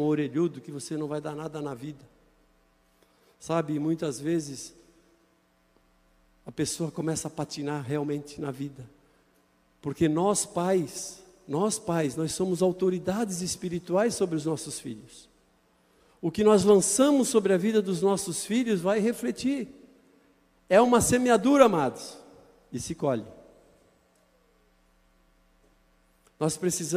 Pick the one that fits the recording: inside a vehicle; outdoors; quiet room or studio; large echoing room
large echoing room